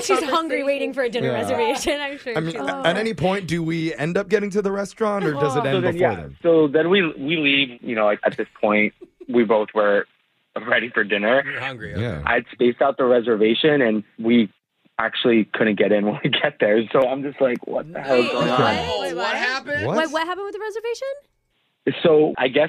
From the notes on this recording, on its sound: The guy on the phone today